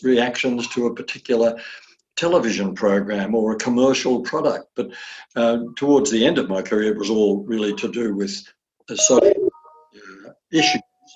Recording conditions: video call